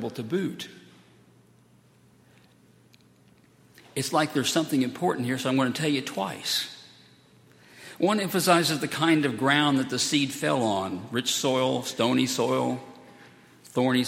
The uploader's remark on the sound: at Highland Baptist Church